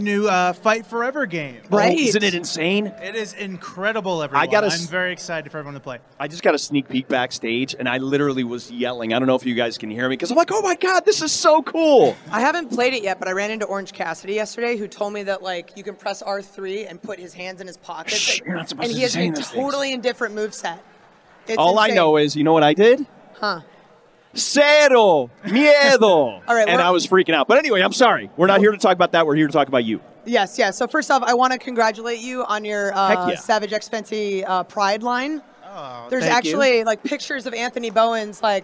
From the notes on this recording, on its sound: AEW Unrestricted was Live at Double or Nothing in FanFest